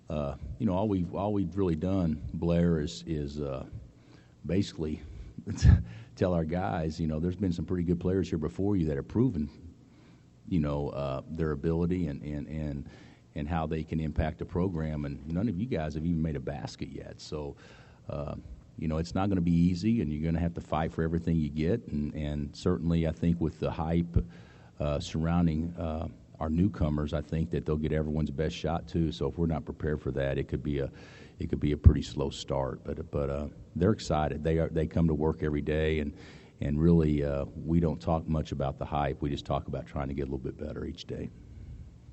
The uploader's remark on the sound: Press Conferences & Post-Game Interviews